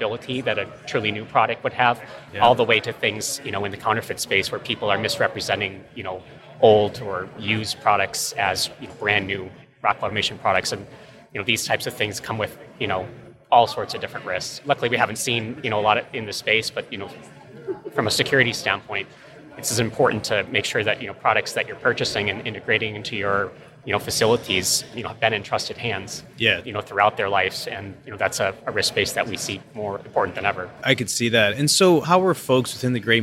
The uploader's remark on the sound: at the Rockwell Automation fair in Houston Texas